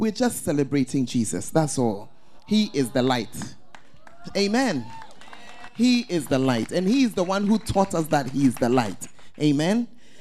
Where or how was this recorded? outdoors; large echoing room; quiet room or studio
large echoing room